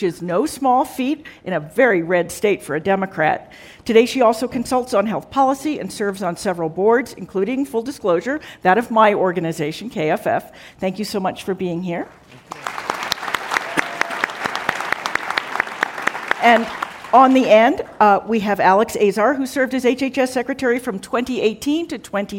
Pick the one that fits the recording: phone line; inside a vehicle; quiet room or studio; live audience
live audience